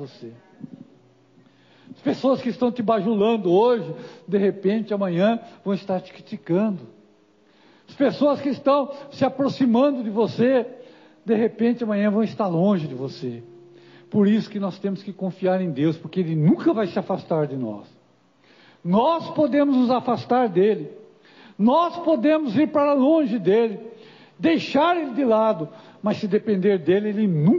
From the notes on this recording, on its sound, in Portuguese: Culto de Causas Impossíveis.